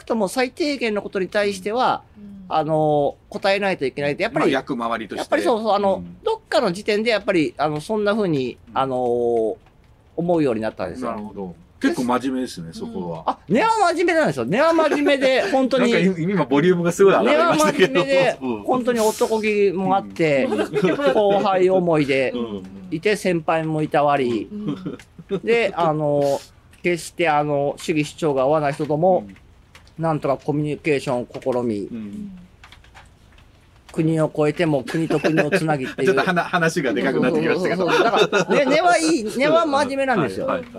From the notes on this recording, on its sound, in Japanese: 場所は氏が関西遠征の折、定宿としている大阪・西成。東南アジアのゲストハウスのような佇まいの釜ケ崎芸術大学の軒先をおかりして、事前収録したインタビュー。